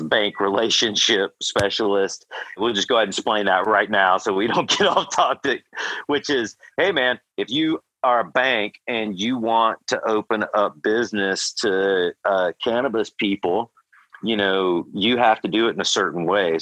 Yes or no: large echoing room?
no